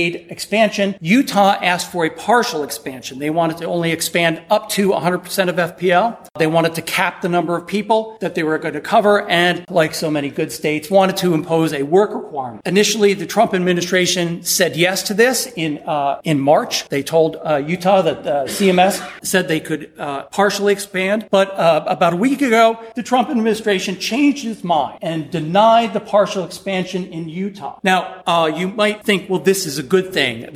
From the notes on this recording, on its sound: Recorded at the 2019 annual meeting of the Southeastern Association of Law Schools during a panel reviewing the year in healthcare financing.